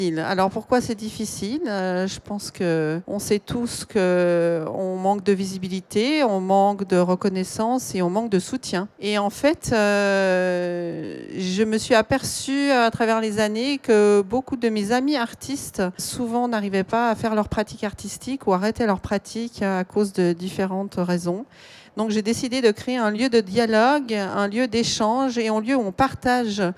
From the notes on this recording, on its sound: A series of four live round tables that took place in the art fair artgenève in early March 2022. This episode is part of a series of four live round tables that took place in the art fair artgenève in early March 2022. They took place in French.